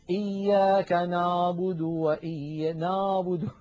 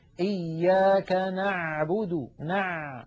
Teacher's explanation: أريد أن أنبهكم على شيء، العين التي اعتدنا في أكثر العاميات المعاصرة أن ننطقها هي أعلى من العين الفصيحة. العين الفصيحة أعمق بقليل من العين التي اعتدنا أن ننطقها بالعاميات · Shown in: second take · يعني مثلا كثيرا ما نسمع إياك نعبد نعبد، يعني الصوت إيش هذا نعبد، لابد من أن نعمقه، إياك نعبد، نع، هكذا العين الفصيحة.